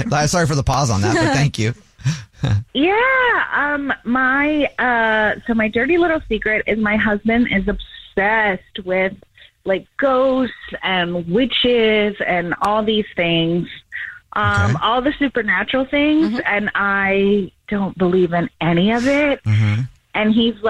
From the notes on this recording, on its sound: One of our listeners is on the phone